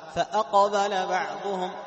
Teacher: أقصى اللسان يلمس في الحنك، لكن بقية اللسان، بقية مساحة اللسان تجد أن هناك فرق كبير بين اللسان والحنك · Term: القاف